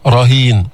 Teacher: التفخيم بالراء لأنها مفتوحة